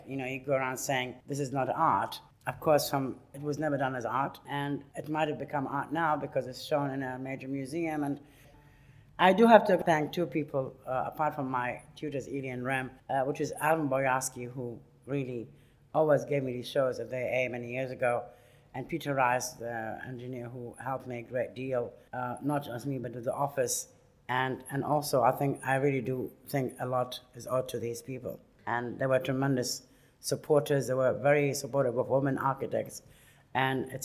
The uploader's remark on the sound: Lecture at RIBA, 2006